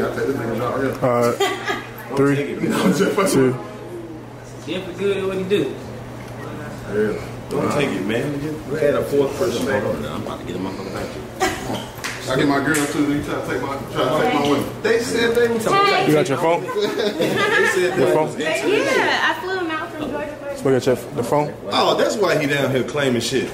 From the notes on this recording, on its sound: Recorded LIVE at The House of Blues Houston. Deliver a improv comedy show with a live band that will go down in history.